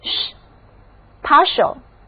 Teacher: 这一字母 T 在这里读作 sh，就是一个拉长了的 S 那样的音标